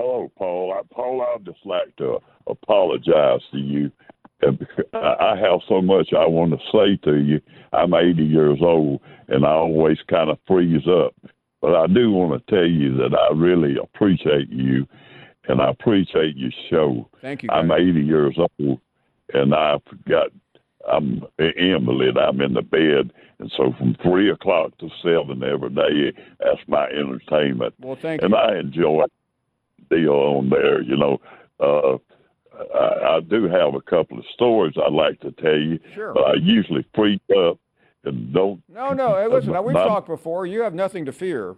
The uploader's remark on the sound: we continue taking your phone calls